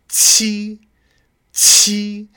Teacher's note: And then chi is heavily aspirated. That's QI. Chi, chi.